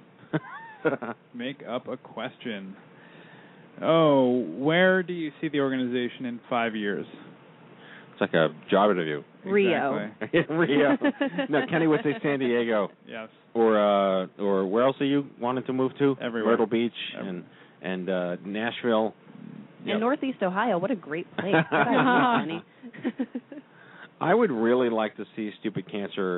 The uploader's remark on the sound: WE'RE TAKING YOUR CALLS. It's time to open our phone banks for the first time and host the inaugural "Open Mic Night" for The Stupid Cancer Show.